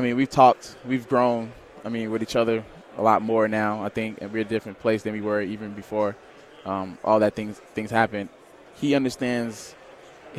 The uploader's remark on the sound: live from Pac-12 Media Day